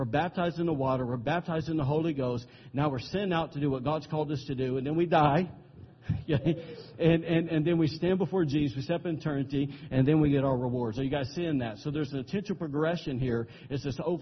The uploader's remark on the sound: recorded on September 17, 2017, during Sunday morning service at Celebration Life Family Church